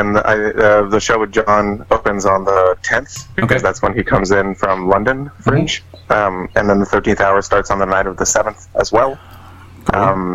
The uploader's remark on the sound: on the phone from Orlando